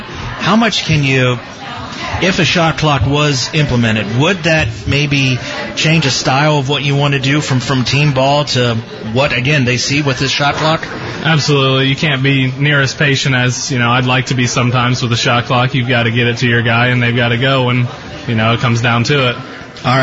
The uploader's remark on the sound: The Licking County Locker Room is broadcast Monday nights from Shipp Brothers Brewing in downtown Newark.